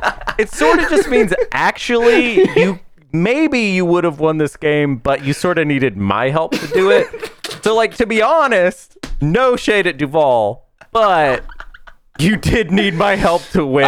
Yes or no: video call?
no